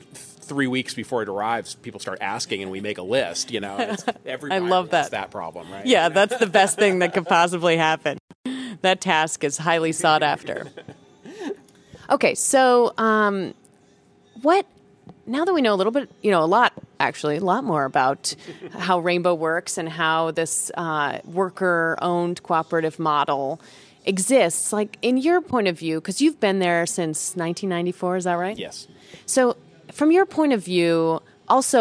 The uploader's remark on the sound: Amid the inspiring energy at this year's American Cheese Society conference